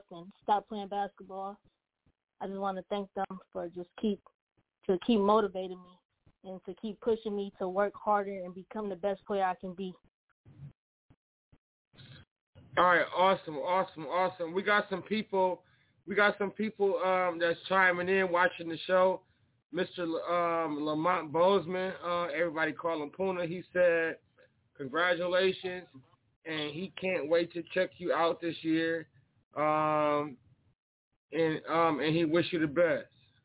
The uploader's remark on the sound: SportsTalkDT Live On iFM Sports Radio. The phone lines will be lit for these interviews!